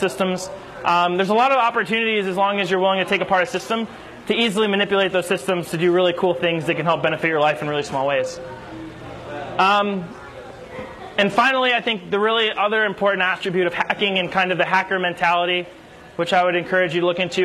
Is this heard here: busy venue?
yes